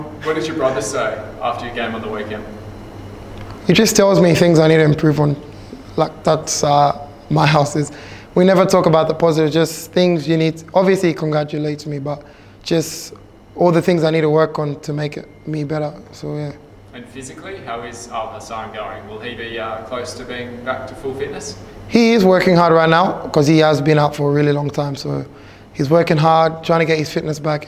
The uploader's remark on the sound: Press Conference